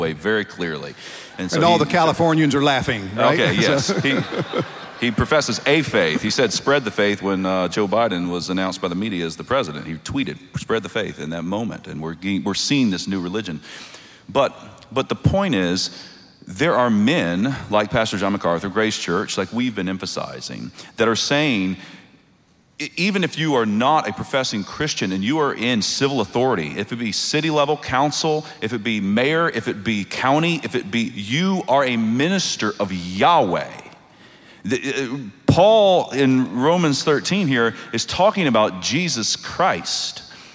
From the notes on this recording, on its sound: a special show filmed live at the 2021 National Founders Conference